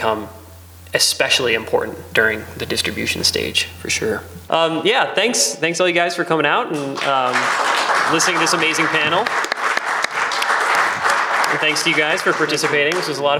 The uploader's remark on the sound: IWFF Filmmaker Panel. Today on the show we are airing a panel discussion that I moderated at this year’s International Wildlife Film Festival (IWFF) in Missoula, Montana!